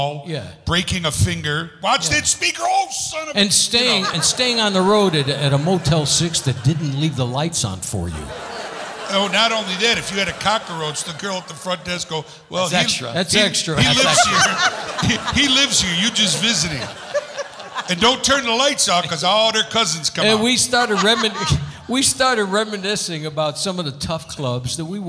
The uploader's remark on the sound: Live at the SouthPoint Casino